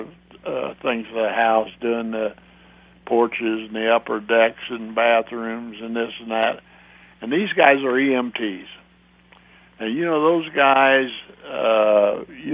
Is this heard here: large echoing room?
no